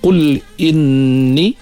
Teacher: dengung pada nun syaddah, wajib dengung, wajibul ghunnah